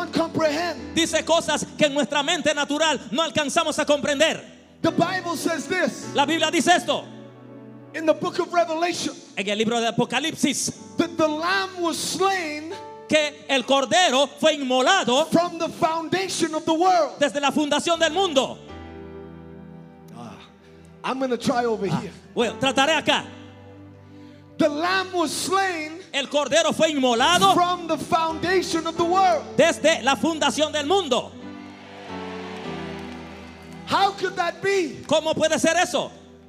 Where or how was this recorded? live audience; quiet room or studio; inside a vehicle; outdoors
live audience